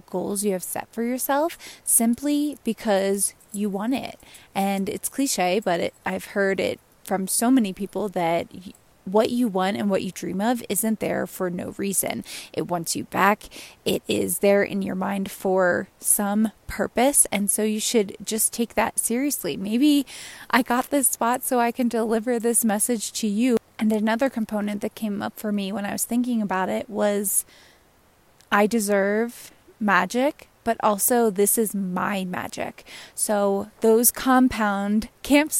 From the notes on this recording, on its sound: Recorded out in the WY/MT wilderness, another lesson and reflection I experienced when my phone went into airplane mode and I could just sit in nature.